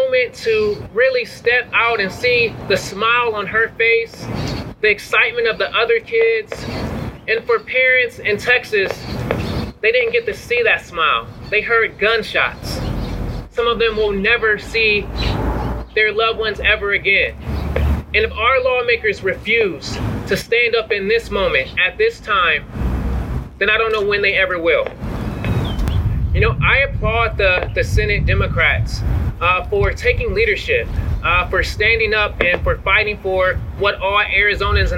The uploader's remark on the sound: My opening commentary, recorded on June 1, 2022. The March for Our Lives Press Conference in the Rose Garden at the Arizona Capitol.